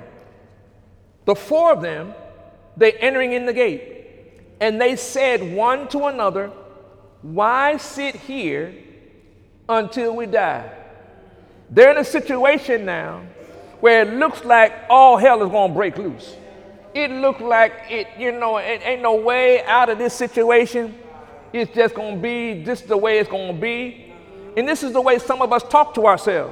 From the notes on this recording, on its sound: During Sunday morning service